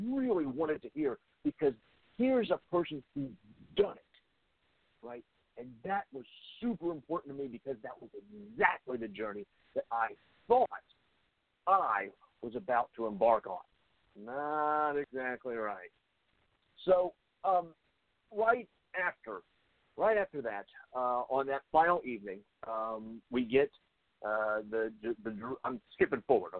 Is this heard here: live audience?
no